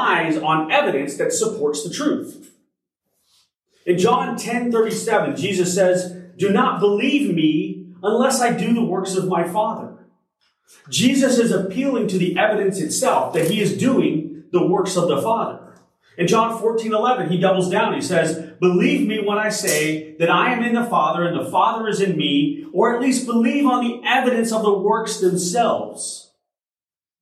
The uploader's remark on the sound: At Crossroads Christian Fellowship in San Antonio, TX.